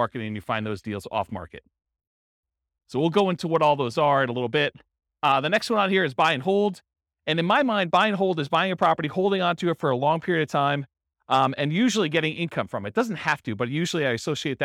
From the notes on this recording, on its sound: This was a live class recorded. Miramar, Florida.